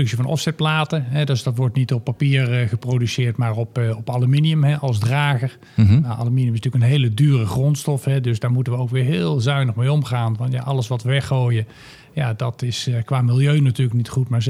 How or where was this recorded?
busy venue